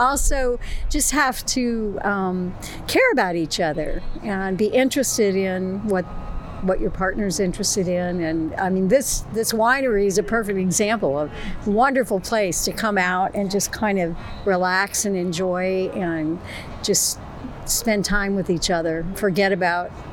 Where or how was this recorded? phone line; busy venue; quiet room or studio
busy venue